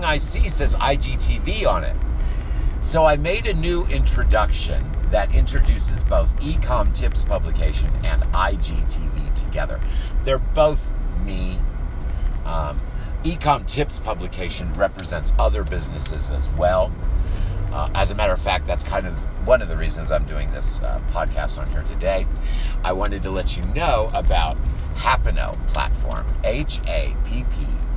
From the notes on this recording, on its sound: driving around in the car